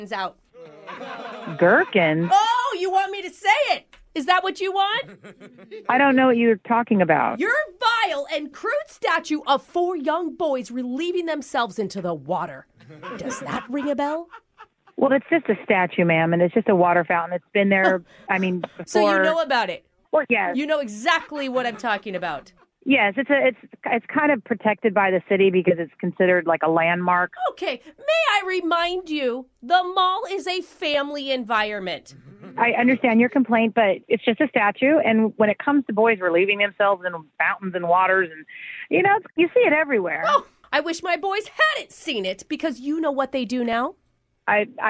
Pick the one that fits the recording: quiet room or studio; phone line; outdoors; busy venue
phone line